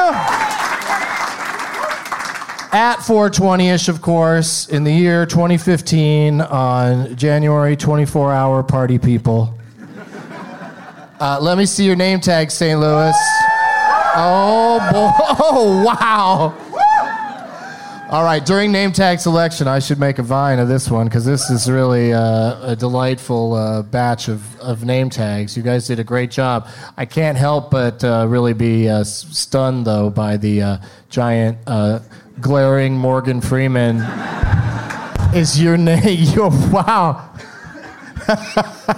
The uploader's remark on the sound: Live from the Firebird in St. Louis, MO.